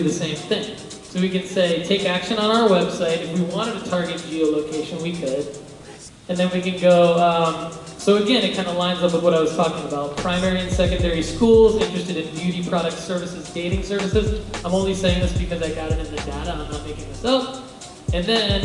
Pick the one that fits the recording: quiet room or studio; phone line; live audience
live audience